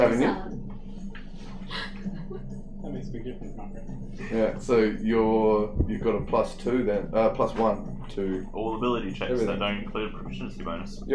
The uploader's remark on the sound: There were several technical difficulties/mistakes during this recording audio quality may be lower